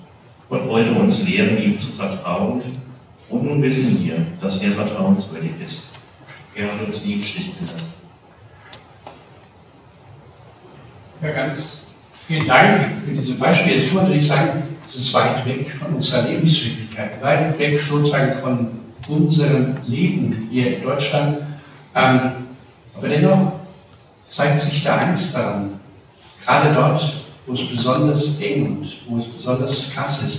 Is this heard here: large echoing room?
yes